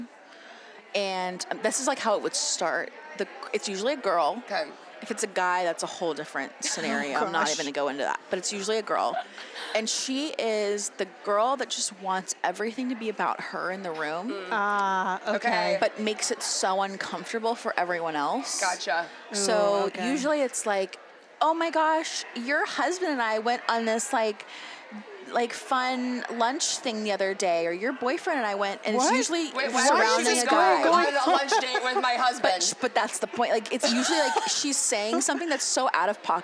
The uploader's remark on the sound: Sit down live from YWLS.